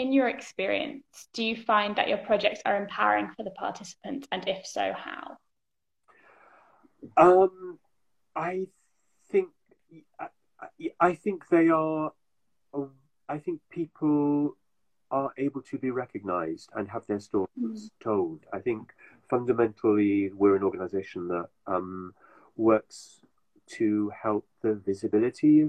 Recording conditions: video call